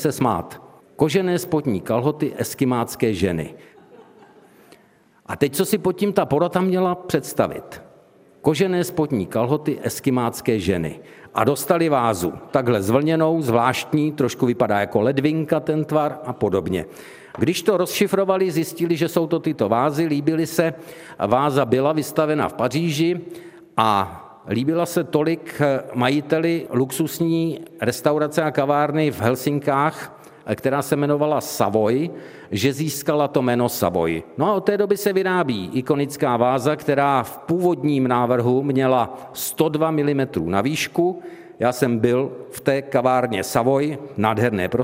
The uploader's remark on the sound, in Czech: Také tentokrát uslyšíte veřejnou nahrávku pořadu, kterou jsme pořídili ve spolupráci s Muzeem východních Čech v Hradci Králové a kavárnou v jejich unikátním prostoru.